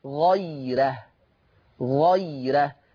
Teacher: هذه راء مرققة. لماذا؟ لأن هذه الراء مفتوحة ومسبوقة بياء إيه؟ لينة، ومسبوقة بياء لينة. · Term: ترقيق الراء